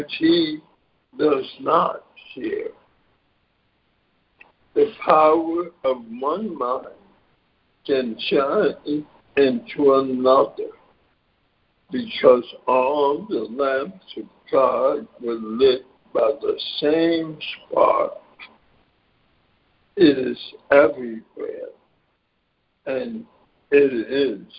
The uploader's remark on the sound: ACIM Daily Conference Call